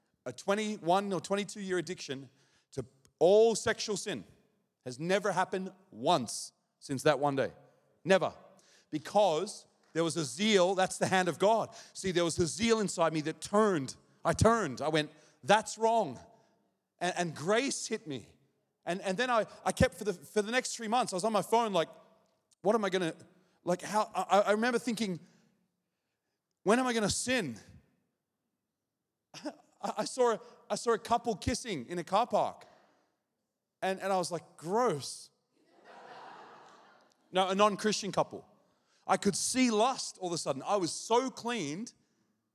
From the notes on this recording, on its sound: This message was recorded at Zion Church Gold Coast on Sunday July 11th 2023.